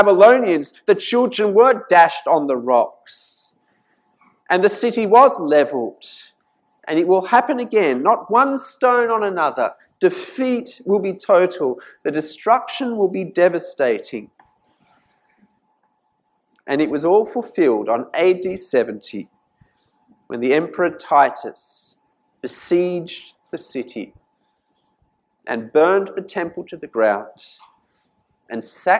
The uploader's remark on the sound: This sermon was preached at St Mary's Cathedral, KL on 6th January 2019.